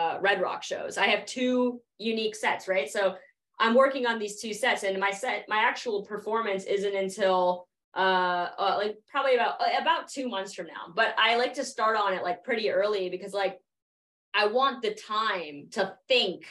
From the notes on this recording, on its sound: via Zoom for an interview